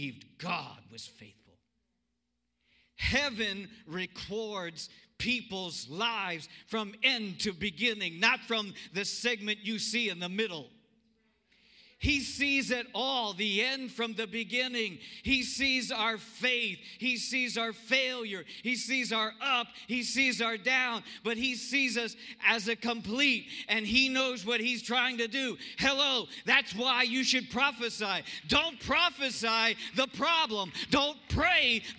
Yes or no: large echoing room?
yes